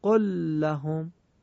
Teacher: خود به خود اینا در هم ادغام میشن و شبیه حالت مشدد میشن، نیازی به تشدید ندارن.